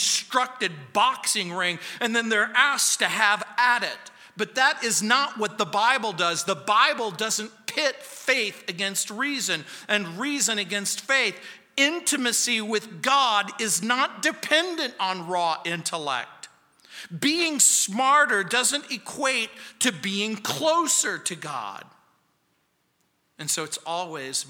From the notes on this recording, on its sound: On Sunday Mornings. At Calvary South Denver in Littleton CO.